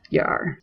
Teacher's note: the West Country accent has a rhotic R. It's a very strong R.